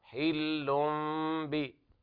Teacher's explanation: وأنت حل حل ب، هنا إخفاء طبعا الميم المقلبة باء عند الباء، حل ب، قلبنا التنوين إلى ميم مخفاة مع الغنة. وأنت حل مع تلامس الشفاة تلامسا خفيفا بدون كز على الشفاة.